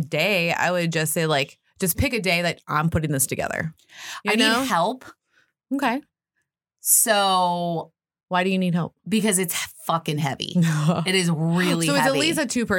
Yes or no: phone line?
no